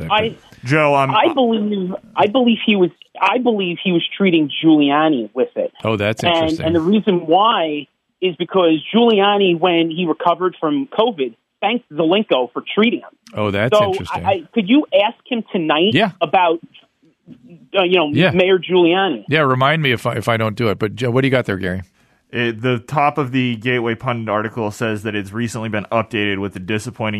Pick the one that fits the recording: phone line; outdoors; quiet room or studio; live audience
phone line